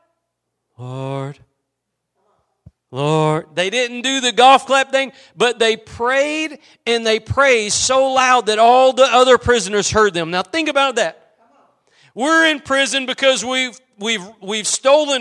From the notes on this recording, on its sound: Preached at Gospel Lighthouse in Bossier City, La.